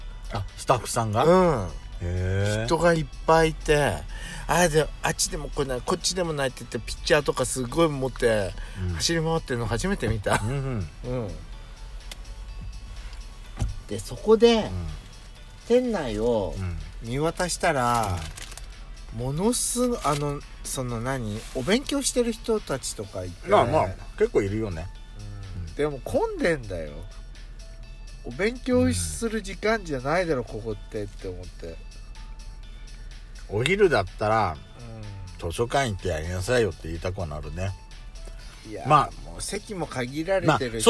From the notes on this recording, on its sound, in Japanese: From Radiotalk。2人組。パーキング収録。